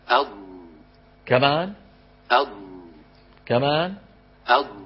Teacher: لاحظتم كيف أن رأس اللسان يندفع قليلا إلى الأمام، وأن كمية الهواء المحجوزة خلف اللسان تزيد وتربو. لاحظ الأسهم، الأسهم تزداد كناية عن كبر الحجم. · Term: الاستطالة